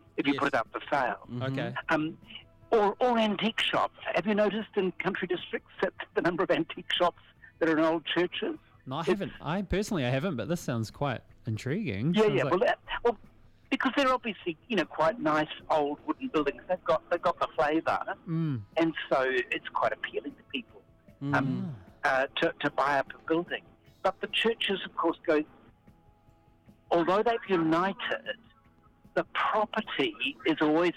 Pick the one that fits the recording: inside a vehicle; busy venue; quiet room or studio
inside a vehicle